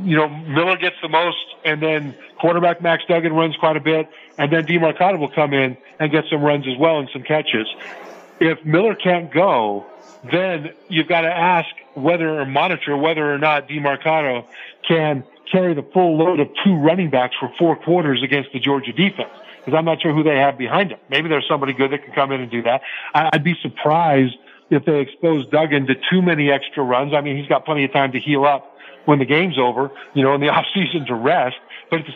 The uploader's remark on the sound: Live from SoFi Stadium